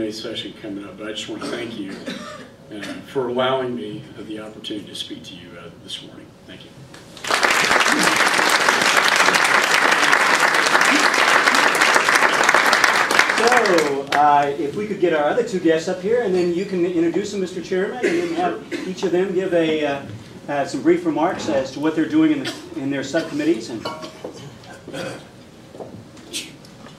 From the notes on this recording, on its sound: WASHINGTON, DC. Appeared before a breakfast meeting of The Ripon Society.